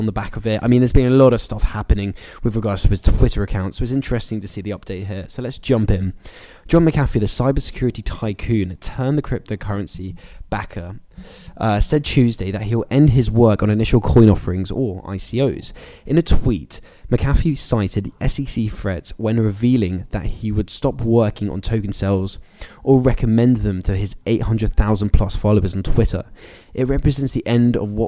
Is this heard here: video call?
no